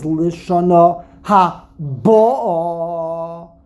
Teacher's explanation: put the emphasis on the Beis, Mil'el, on the second to last syllable, which in this case will be on the Beis, Lishana HaBo'ah, it means the year that has already come.